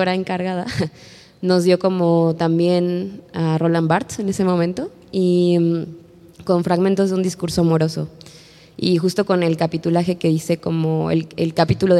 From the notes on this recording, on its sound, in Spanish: Una conversación en vivo y con público.